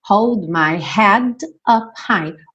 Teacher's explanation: O head, para juntar no up, esse D ficou rarara.